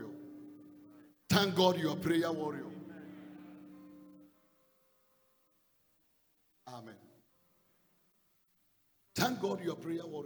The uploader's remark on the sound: Preached in the first service on 23rd January 2022